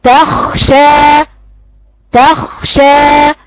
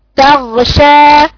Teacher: الخاء فيها هواء بتخرج معاها · Shown in: first take